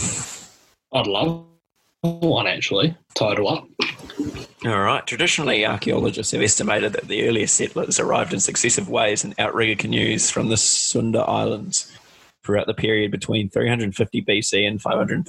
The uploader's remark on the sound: Please forgive the technical difficulties caused from the nations excessive wifi use during this time.